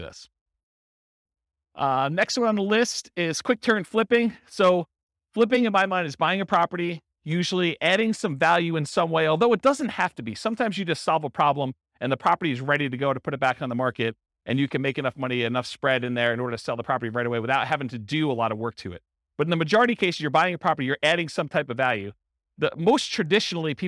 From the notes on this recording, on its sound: This was a live class recorded